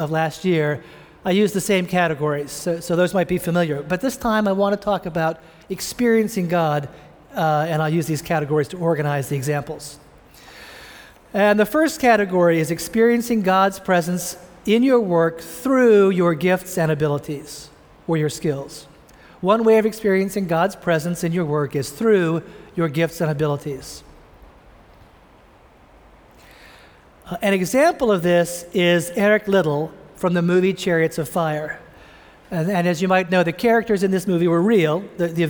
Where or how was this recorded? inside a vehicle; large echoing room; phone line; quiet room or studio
large echoing room